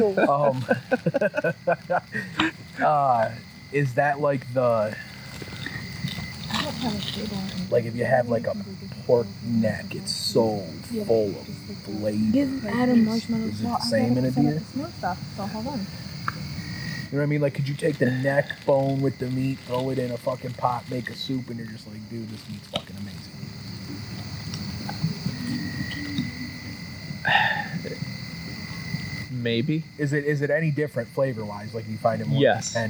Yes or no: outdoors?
yes